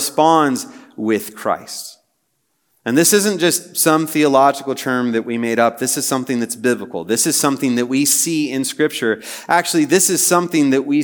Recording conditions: live audience